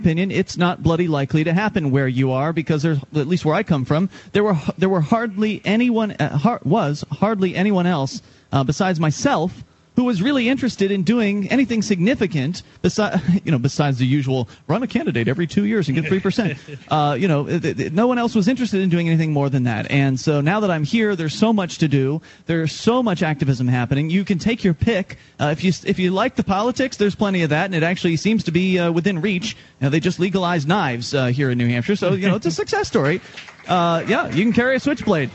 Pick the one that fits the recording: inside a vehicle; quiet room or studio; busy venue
busy venue